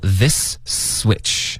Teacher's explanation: 那两个丝的音连着一块 · Term: 连读